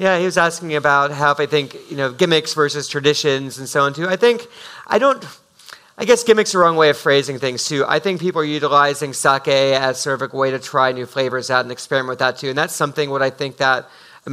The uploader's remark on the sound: This episode is a live recording of the special event at Japan Society in New York on October 24, 2018